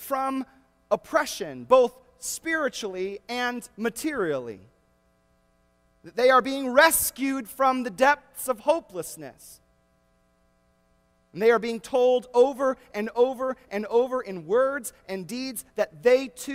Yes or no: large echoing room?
yes